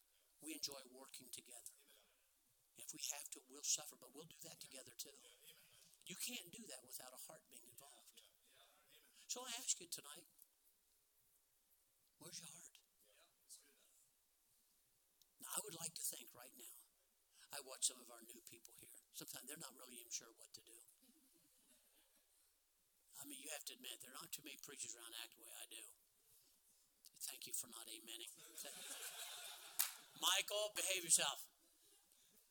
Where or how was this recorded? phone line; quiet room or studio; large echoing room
large echoing room